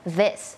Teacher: มันไม่ใช่ดอเด็กอย่างเดียวมันมีความสั่นนิดนึงแล้วก็มีลมออกมานิดนึง